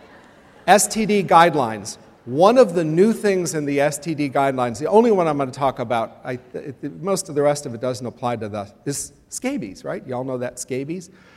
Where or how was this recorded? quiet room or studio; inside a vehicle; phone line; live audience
live audience